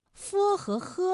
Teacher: 呵和呵啊，发音的时候呢，声带都不颤动 · Term: 擦音